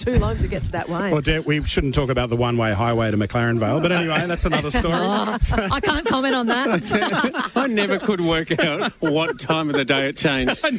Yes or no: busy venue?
yes